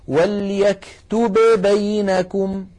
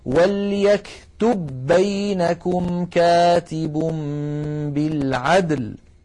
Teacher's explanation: وليكتب آخرها باء ساكنة، بينكم أولها باء متحركة، التقى باءان والأول ساكن وجب الإدغام · Shown in: second take · فالعرب أبدا ما تقول وليكتب بينكم، لا يفعلون ذلك ويعدونه لحنا قبيحا، بل يقولون وليكتب بينكم كاتب بالعدل.